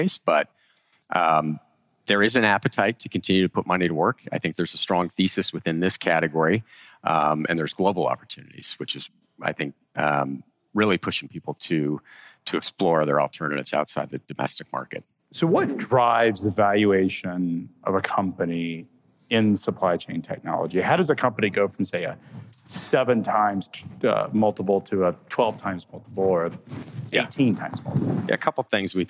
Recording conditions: busy venue